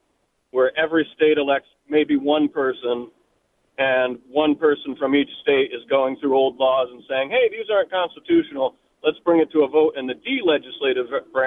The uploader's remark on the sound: RANTS start us off during the 5pm hour, plus phone calls.